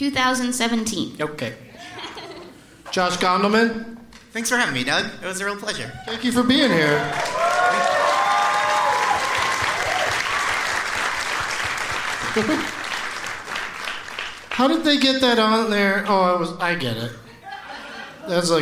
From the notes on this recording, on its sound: In another show from the Gramercy Theatre in NYC.